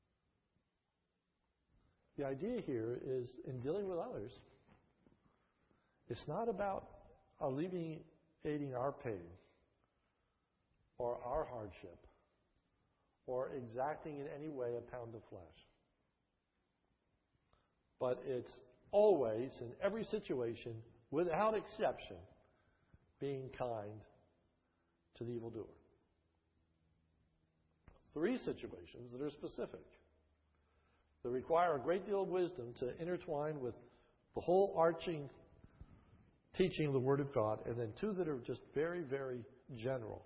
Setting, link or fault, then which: setting, large echoing room